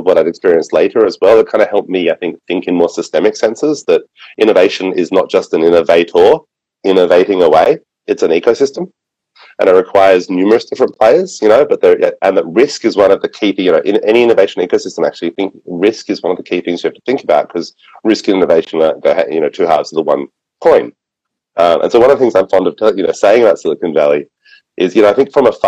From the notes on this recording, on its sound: In this episode we cut to a quick call with one of the founders of Seeweedery.